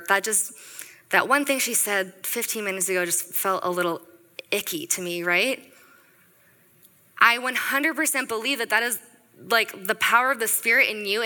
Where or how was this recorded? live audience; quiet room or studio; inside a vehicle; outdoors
live audience